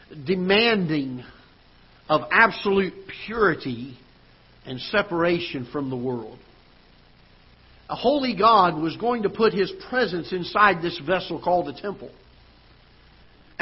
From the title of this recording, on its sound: Ketha Heights Baptist Church ~ Live Broadcast